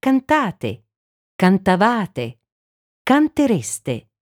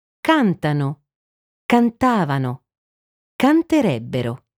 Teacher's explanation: L'accento della terza persona plurale, loro, del presente, dell'imperfetto e del condizionale presente, cade sulla terzultima sillaba, invece che sulla penultima. · Shown in: second take